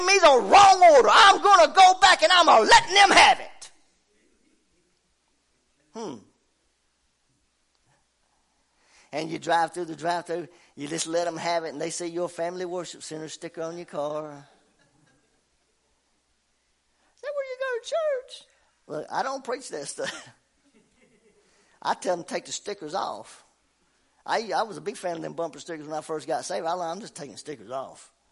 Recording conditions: large echoing room